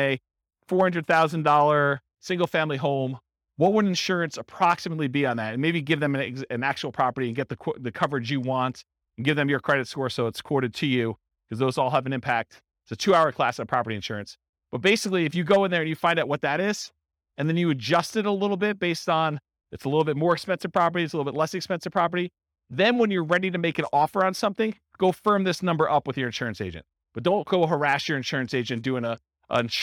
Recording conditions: live audience